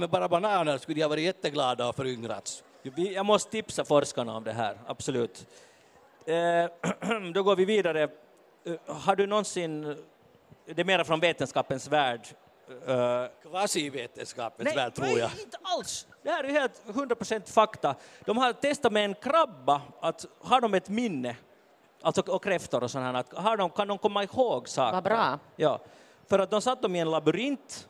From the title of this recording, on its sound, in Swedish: Podden Live från Bokmässan